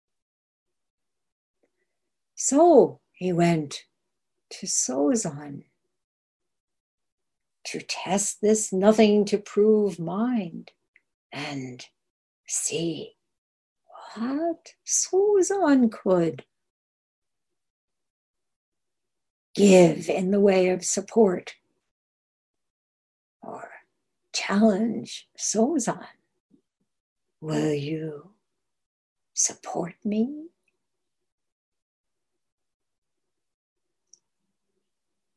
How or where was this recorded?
video call